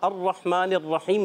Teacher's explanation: را کو موٹا بھی رکھنا ہے، تھوڑا پکڑ کے ادا کریں گے